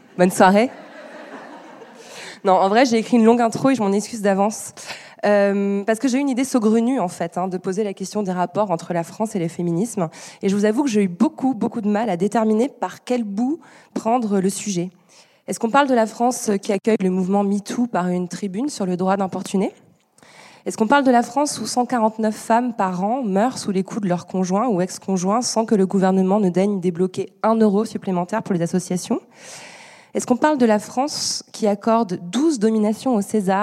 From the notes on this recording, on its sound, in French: Étaient au Columbia Global Center. Pour un enregistrement en public le 4 février 2020. Ce soir-là, dans une salle chaleureuse, magnifique, remplie de poudreuses et de poudreux attentifs.